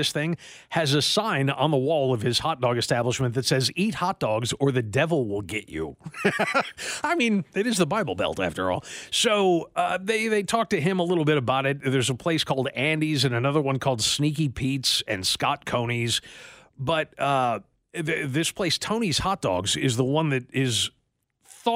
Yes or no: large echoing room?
no